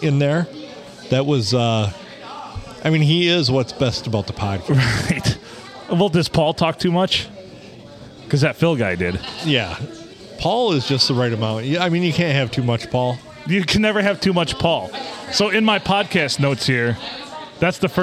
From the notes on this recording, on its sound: Recorded at the Blue on a wild Monday night in lovely Port Sanilac.